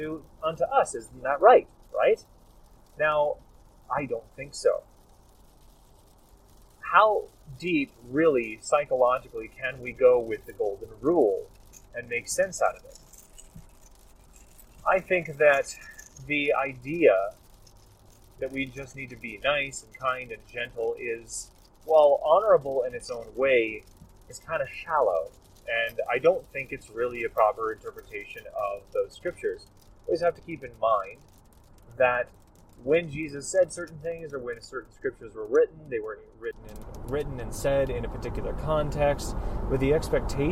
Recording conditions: background noise